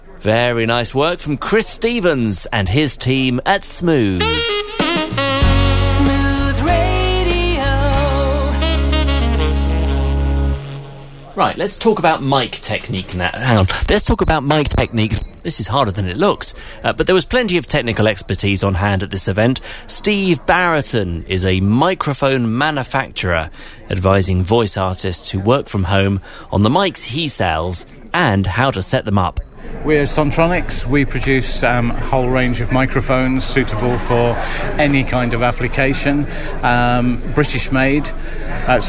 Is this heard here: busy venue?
yes